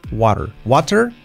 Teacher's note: ya sabemos que la T es como una R suave